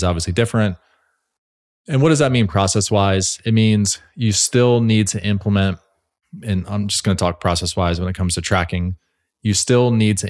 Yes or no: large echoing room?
no